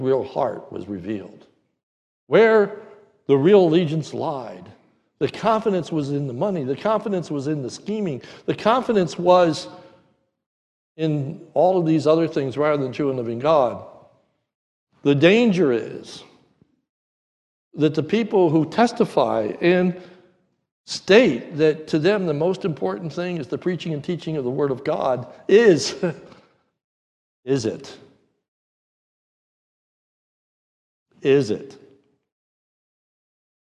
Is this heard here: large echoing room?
yes